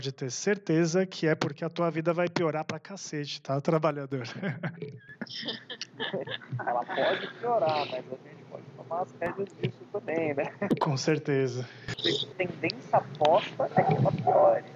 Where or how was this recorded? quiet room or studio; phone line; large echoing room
phone line